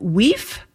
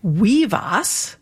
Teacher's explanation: you got the V sound when that F occurred between two voice sounds, like two vowels · Shown in: second take · So if we take a word like wife, which in Old English was weef, and we made it plural, we added an AS at the end.